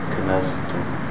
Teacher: Hold the air in for the zai, and then let it out for the ta.